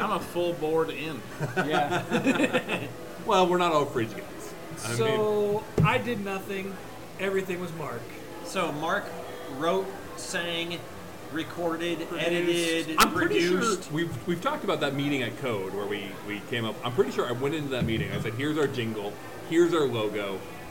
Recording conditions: poor sound quality